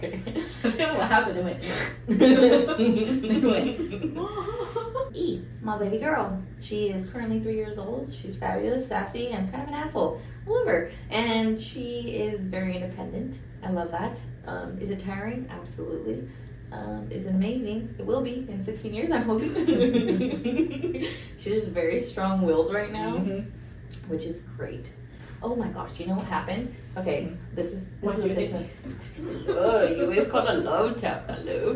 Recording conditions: poor sound quality